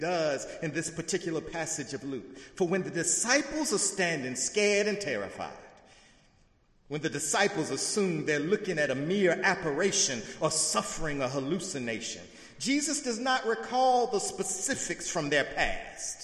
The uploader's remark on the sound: in the Memorial Church.